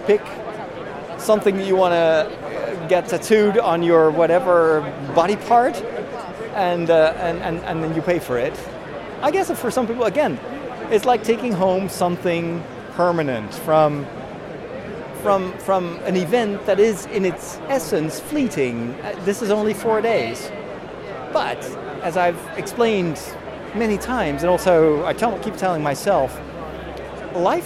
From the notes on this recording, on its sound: Live From London: The Star Wars Celebration 2023! In this special live episode of The Break, I take you on a tour of the convention floor at the Star Wars Celebration 2023!